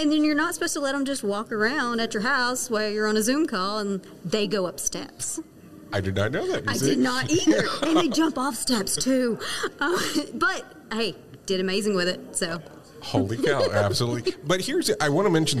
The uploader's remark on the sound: Broadcasting live from Safety Day 2021 - Presented by the ACFS. During this live recording at Safety Day 2021. Some of the interviews that I was able to do in person at safety day 2021.